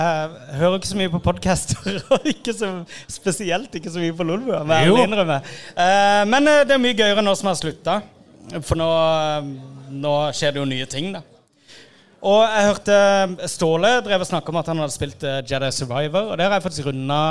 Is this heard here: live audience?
yes